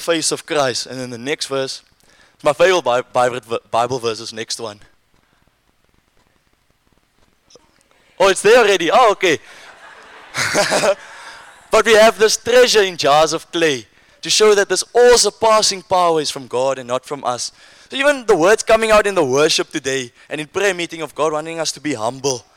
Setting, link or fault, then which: setting, live audience